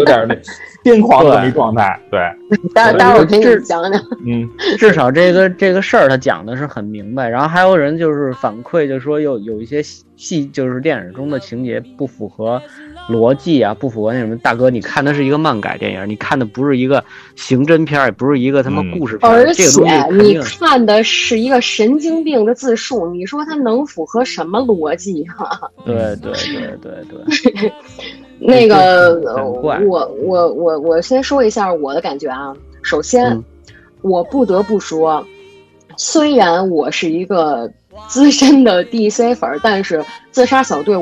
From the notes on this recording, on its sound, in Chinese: 特殊时期，线上录音，效果不好。